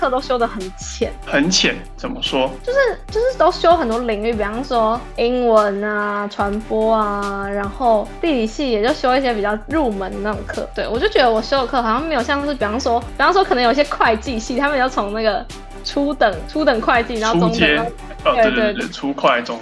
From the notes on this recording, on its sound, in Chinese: 這次是用Google Meet